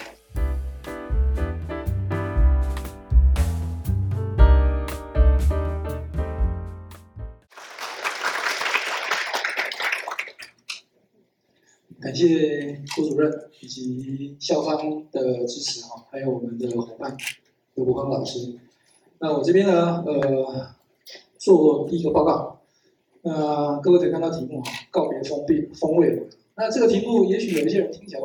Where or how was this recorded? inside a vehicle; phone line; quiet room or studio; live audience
live audience